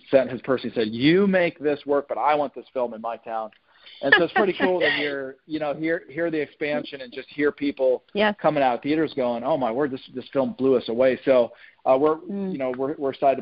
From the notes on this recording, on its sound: On the phone with Actor, Writer & Director